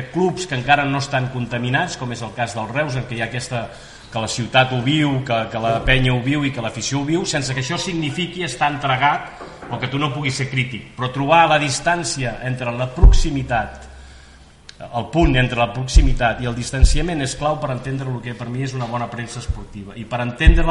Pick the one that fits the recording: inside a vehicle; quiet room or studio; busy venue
busy venue